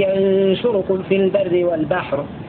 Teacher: بياء مفتوحة ونون ساكنة وشين مضمومة